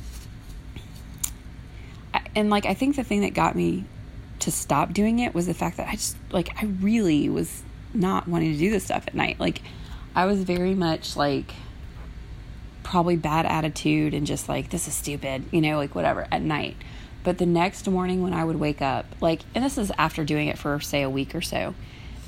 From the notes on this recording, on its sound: I’m not sure why I sound like I’m licking stamps lol.